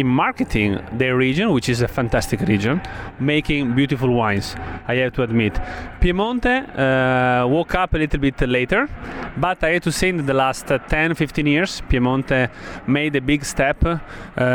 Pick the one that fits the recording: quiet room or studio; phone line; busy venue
busy venue